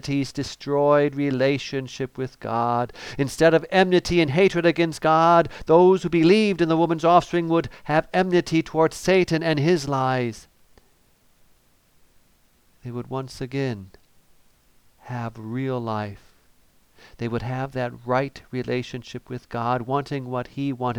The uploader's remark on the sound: Preached on December 25, 2014, for Christmas Day: Nine Lessons and Carols, at St. John's Ev.